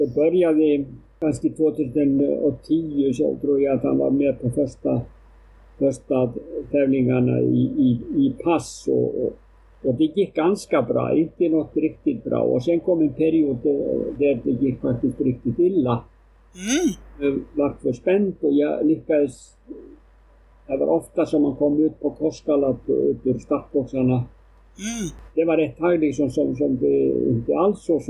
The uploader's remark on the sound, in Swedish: Beklagar det ngt "svajiga" ljudet!